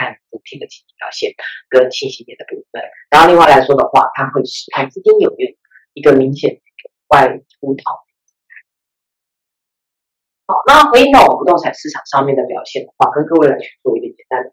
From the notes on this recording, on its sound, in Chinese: 本集的原始檔案音質就不是太好，我們盡力調整了，用耳機聽應該還ok啦！